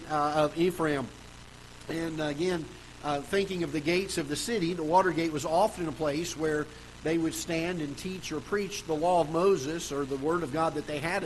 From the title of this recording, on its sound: Ketha Heights Baptist Church ~ Live Broadcast